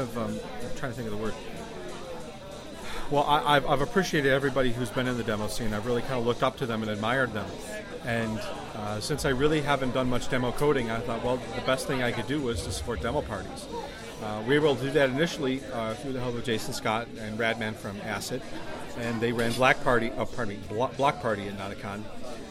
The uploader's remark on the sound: It was recorded at Ba-Con in Columbus last summer.